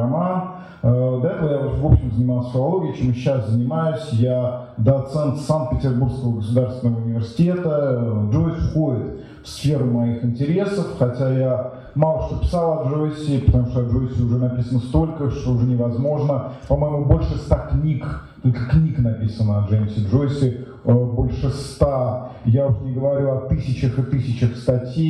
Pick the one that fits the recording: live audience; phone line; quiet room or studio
live audience